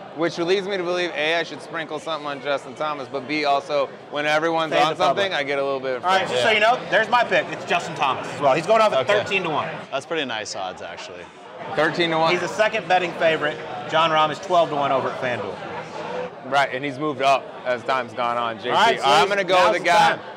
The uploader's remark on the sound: Live from Savannah Brewing Co. In Augusta.